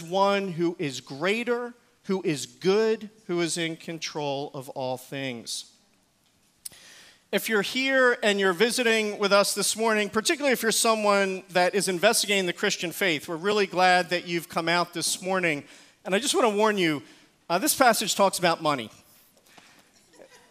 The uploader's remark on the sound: Recorded service